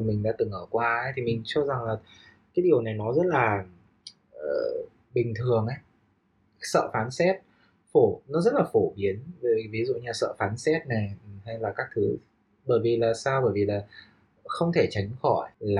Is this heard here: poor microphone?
yes